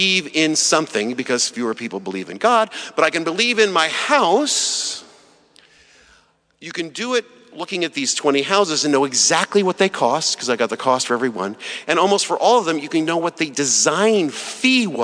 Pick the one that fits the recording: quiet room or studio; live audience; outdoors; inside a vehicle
live audience